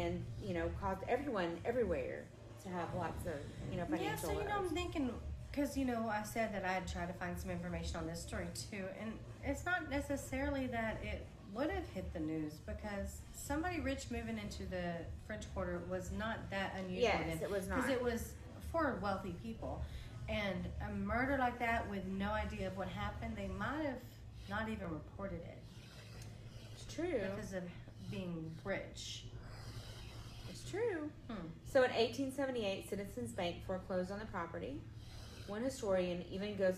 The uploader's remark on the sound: We are live from May Baileys in New Orleans.